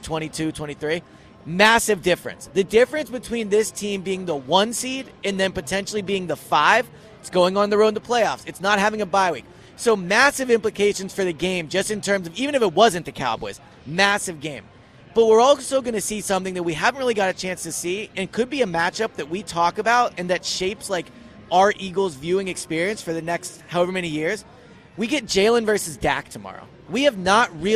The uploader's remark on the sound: Live at Parx Casino.